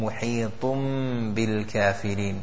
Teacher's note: So we will join the ta into a meme.